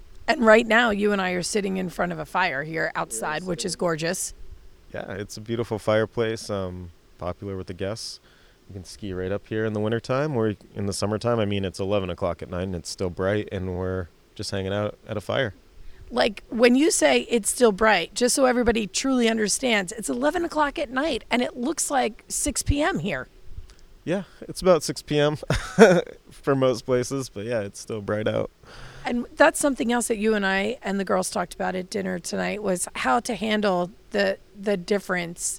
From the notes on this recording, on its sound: Live from the road. Crew got an exceptional opportunity to visit the Alyeska Resort in Girdwood, Alaska.